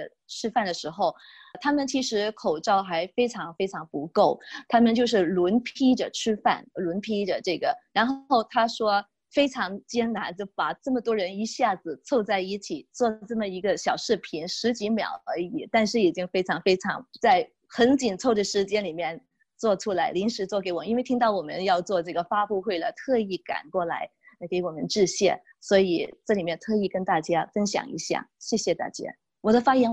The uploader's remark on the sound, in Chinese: 这是4月13号我在线上主持的新闻发布会录音的最后一部分。